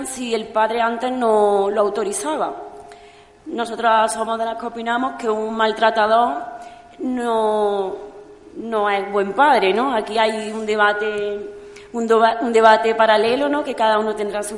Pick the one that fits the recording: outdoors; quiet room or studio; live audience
live audience